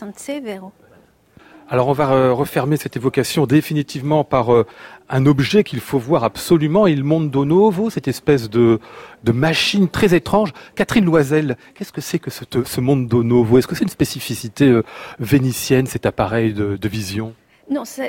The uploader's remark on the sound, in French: Une émission enregistrée à l'occasion de l'exposition &quot;Eblouissante Venise&quot; au Grand Palais à Paris. Une émission enregistrée à l'occasion de l'exposition "Eblouissante Venise" au Grand Palais à Paris.